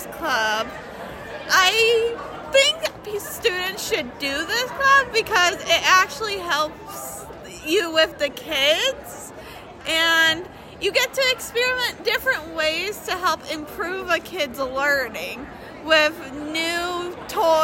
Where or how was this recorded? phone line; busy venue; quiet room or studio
busy venue